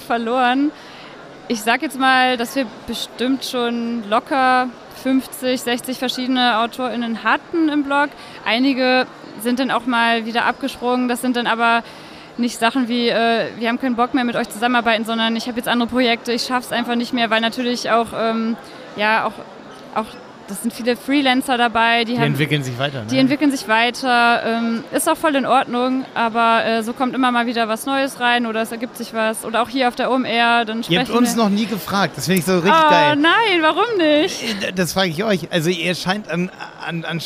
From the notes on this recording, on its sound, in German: live und direkt auf der OMR 2022